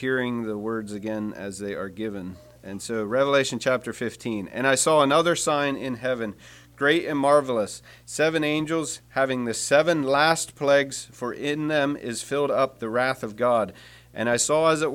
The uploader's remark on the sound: Message preached at Word of Hope on Sunday February 4, 2024